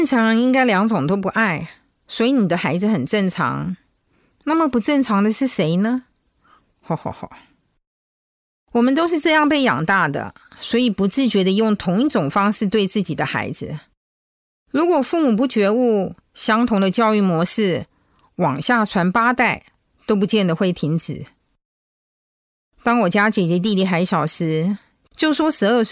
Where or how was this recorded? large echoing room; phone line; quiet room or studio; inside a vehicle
quiet room or studio